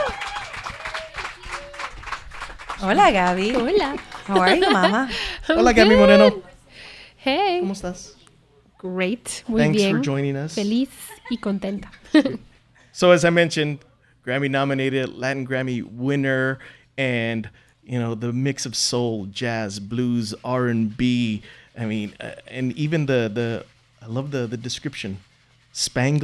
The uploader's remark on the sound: During a very intimate and sincere conversation at the 6th installment of our live series